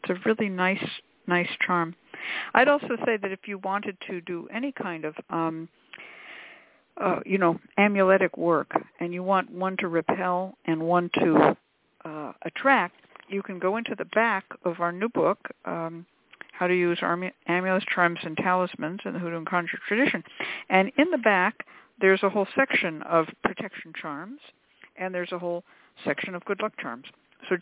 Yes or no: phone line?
yes